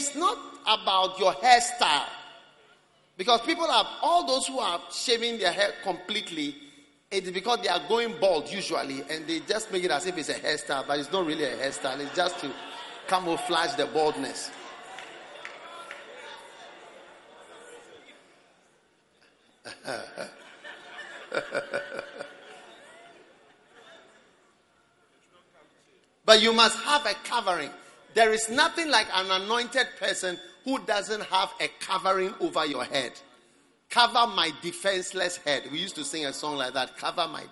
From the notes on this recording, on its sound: Preached at the Prophetic Encounter Service.